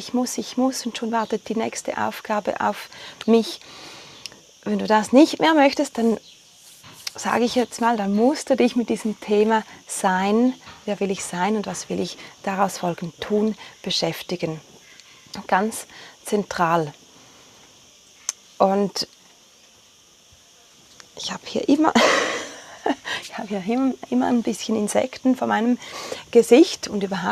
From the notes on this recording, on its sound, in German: Die Folge ist live von Ibiza aufgenommen, mit Grillen und anderen Hintergrundgeräuschen.